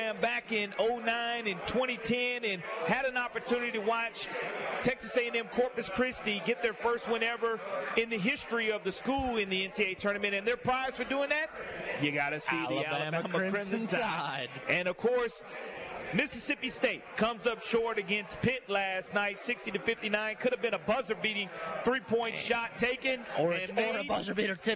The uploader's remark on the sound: LIVE from Moe's Barbecue.